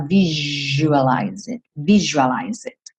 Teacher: esse S vai ter um som de J, você fala visualize it